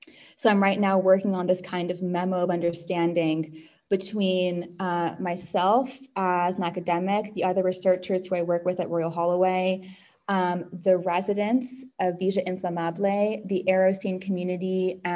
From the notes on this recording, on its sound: joined us for a Greenhouse online book talk